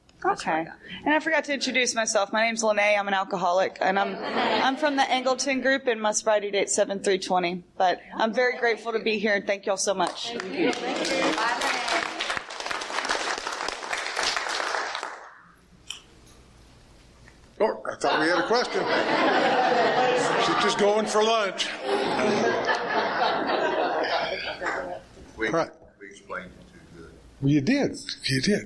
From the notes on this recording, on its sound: This was recorded at the 25th Mouth of the Brazos Conference held in Lake Jackson Texas in 2021.